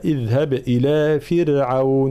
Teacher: في قوله تعالى اذهب إلى فرعون، كلمة فرعون دائما راء ساكنة مسبوقة بكسر أصلي فإننا نرققها